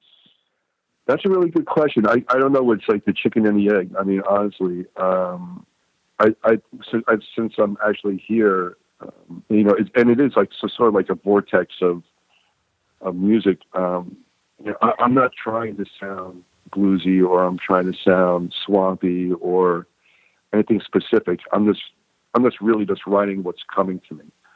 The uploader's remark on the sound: The guys called